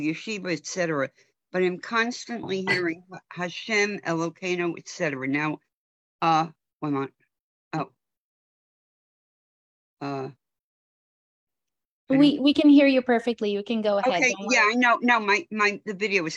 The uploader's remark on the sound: In this online class we will read passages from this work. This audio was originally captured from Zoom.